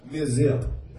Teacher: You can just leave that middle syllable out